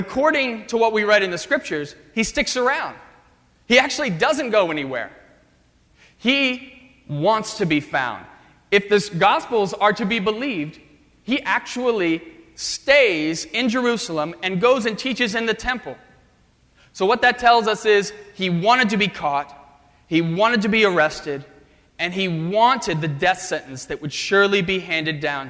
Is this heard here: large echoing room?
yes